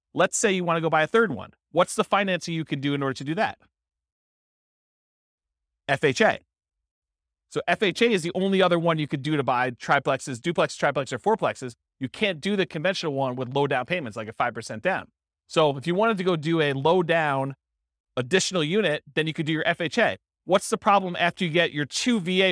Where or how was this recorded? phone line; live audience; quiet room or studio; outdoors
live audience